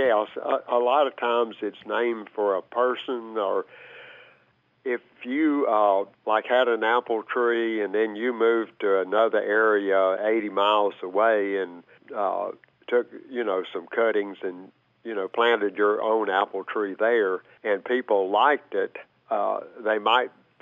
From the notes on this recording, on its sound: he takes your fabulous phone calls